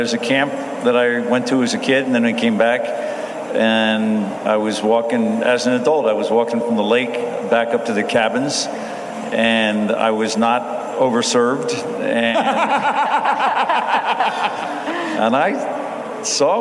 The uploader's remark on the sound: Live from Id10tfest